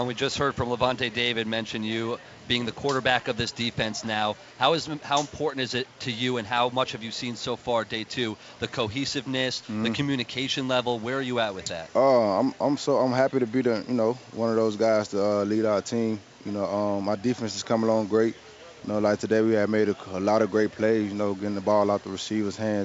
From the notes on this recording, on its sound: LIVE from Bucs Training Camp